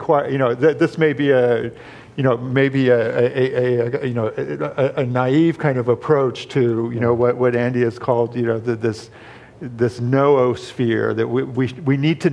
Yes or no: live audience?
yes